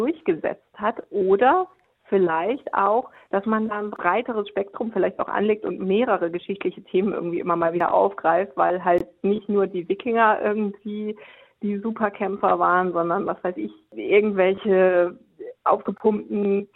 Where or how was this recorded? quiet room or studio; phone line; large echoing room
phone line